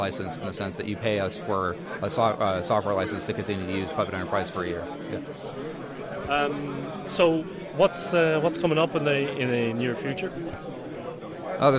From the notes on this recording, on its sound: The following are a series of interviews recorded at FOSDEM 2014.